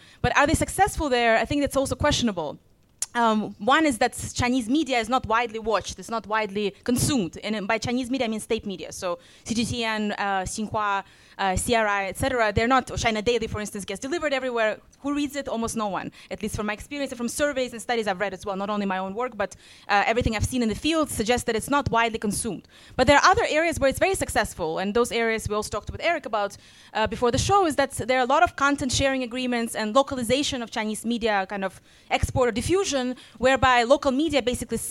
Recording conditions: live audience